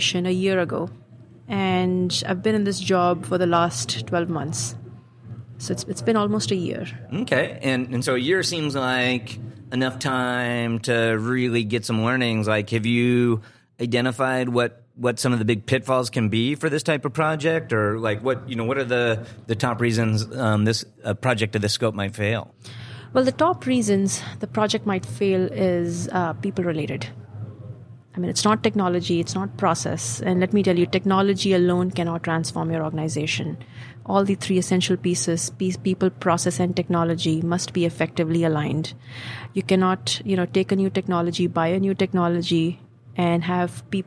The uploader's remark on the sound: recorded on Tuesday, August 7th from the eTail East tradeshow in Boston